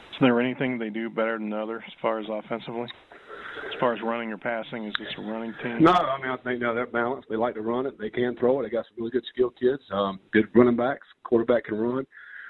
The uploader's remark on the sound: Sun Belt Media Teleconference